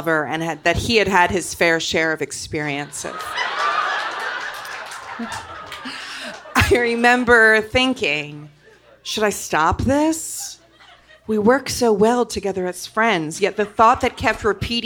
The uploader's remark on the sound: Live in Oakland. With this special surprise episode, immerse yourself in a recent Mortified Live event from Oakland, CA. The recording is only minimally edited to maximize the feeling of being at a live show inside your headphones.